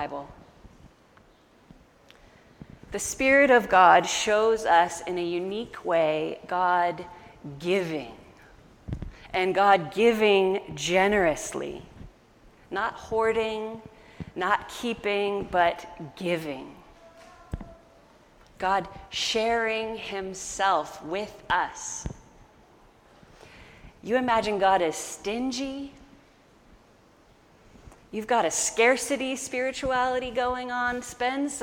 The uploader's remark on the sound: An audio recording of our August 15 sermon.